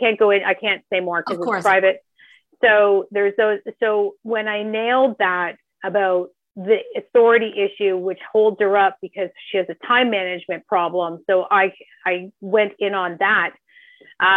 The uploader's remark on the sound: This episode is a live coaching call